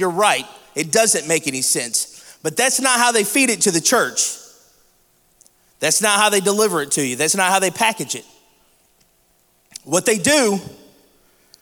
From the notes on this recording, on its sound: This week we bring you a special "live" episode of Real Men Talk.